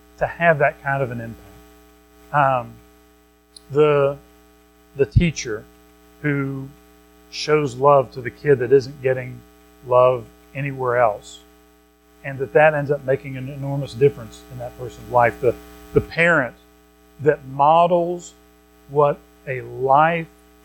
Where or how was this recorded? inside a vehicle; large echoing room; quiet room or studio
large echoing room